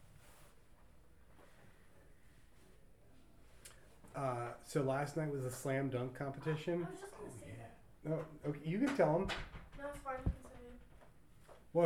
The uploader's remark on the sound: Hard to hear sorry.